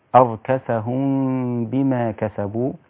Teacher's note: لابد أن نرقق الغنة لأن الباء بعدها رقيقة